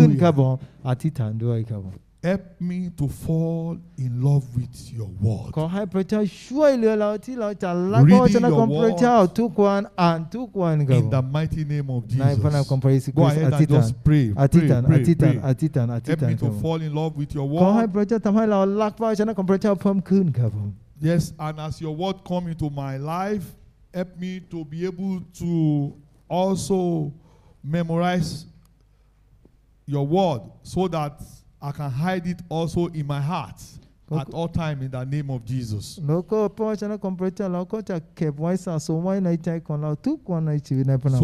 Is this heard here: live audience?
yes